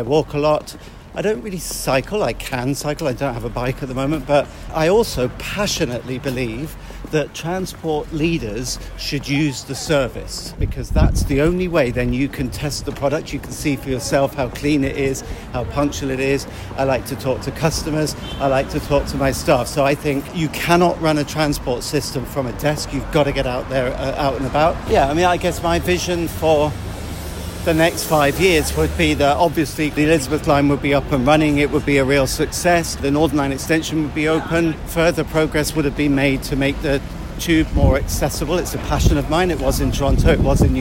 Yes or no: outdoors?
yes